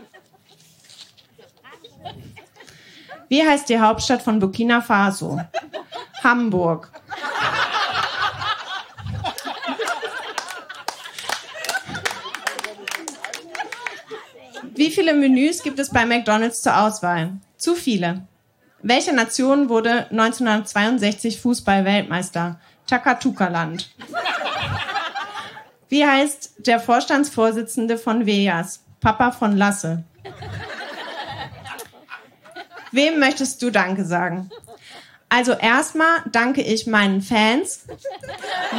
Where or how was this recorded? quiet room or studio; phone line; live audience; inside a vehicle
live audience